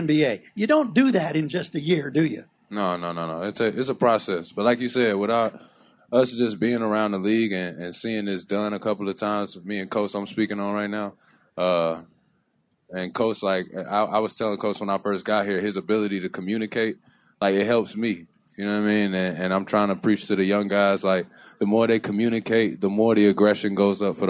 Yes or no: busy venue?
yes